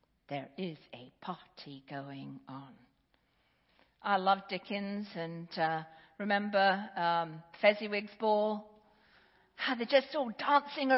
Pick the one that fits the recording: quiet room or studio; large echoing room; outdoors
large echoing room